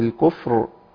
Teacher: الوقف عليها طبعا بتفخيم الراء، لان الراء هنا مفخمه وقفا واصلا مرققه.